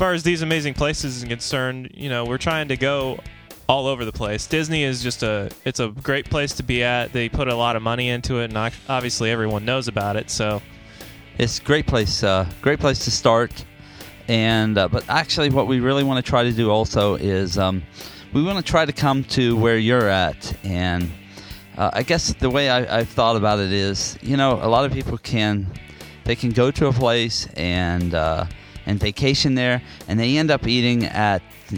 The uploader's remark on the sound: Animal Kingdom in Walt Disney World Florida. Listen to a ride through of the Dinosaur ride as a bonus audio feature.